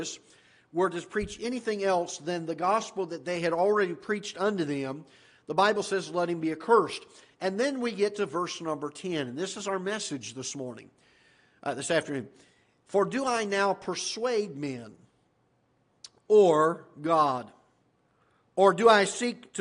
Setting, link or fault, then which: setting, large echoing room